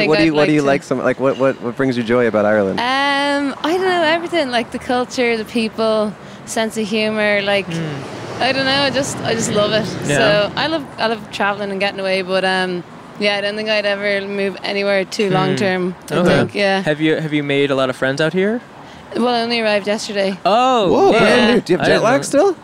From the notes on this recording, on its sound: Recorded in front of Grand Central Market in Downtown Los Angeles.